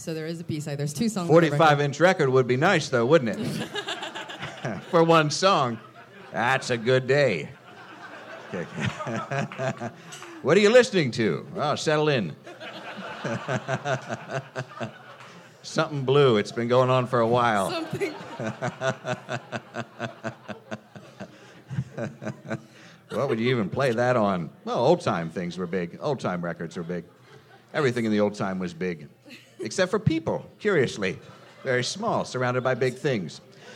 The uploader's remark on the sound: Live from SF Sketchfest